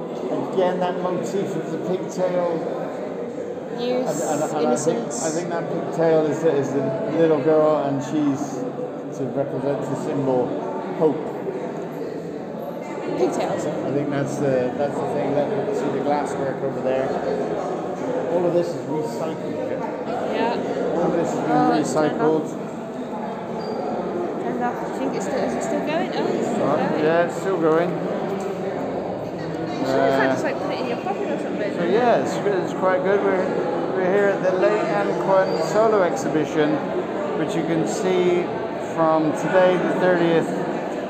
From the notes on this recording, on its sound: Recorded at the Art Space at 42 Yet Kieu Street